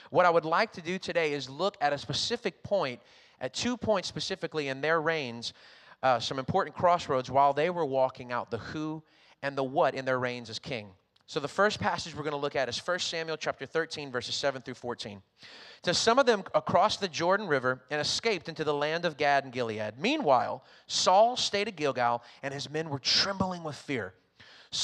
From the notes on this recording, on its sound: recorded on Sunday, August 1st, 2021, during service at The Anchor Church in Rockport, Maine.